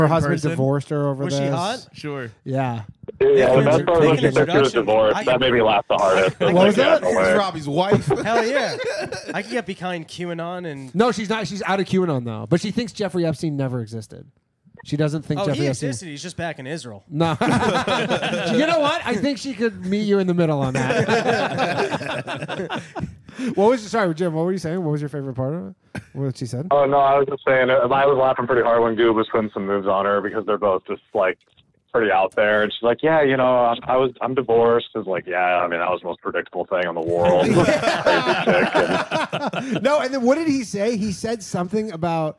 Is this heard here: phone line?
yes